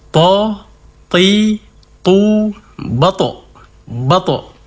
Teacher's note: jadi huruf to dikuatkan sifat isti'la'nya, terangkatnya pangkal lidah, kemudian ditambah sifat qalqalahnya, yaitu ketika diucapkan huruf tersebut dipantulkan